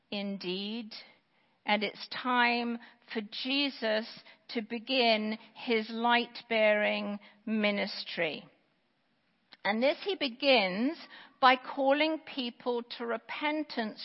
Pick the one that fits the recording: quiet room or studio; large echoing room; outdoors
large echoing room